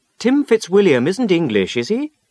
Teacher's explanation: Listen to these sentences with rising question tags. The speaker isn't sure. He's asking the other person to confirm.